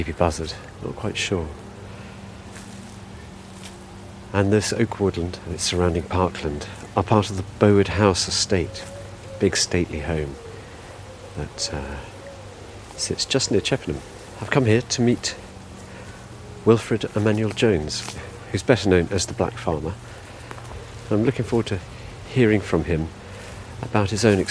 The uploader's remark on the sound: An inspiring walk and talk